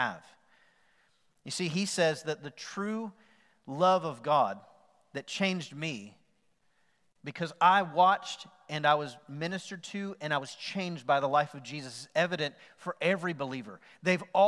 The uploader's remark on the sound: Recorded live on November 8, 2020 at The Fellowship at Mt Juliet.